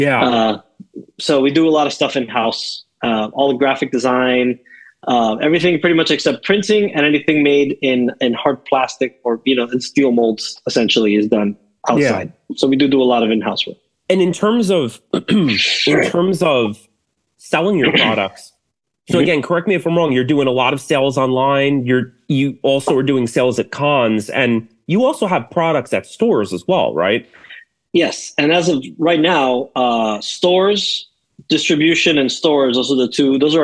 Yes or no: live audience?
no